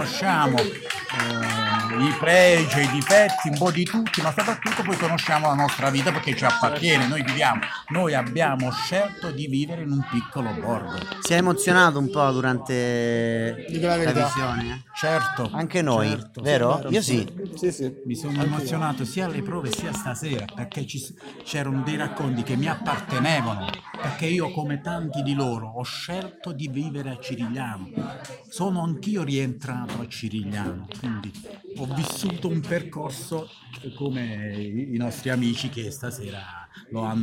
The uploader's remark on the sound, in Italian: Open mic post spettacolo.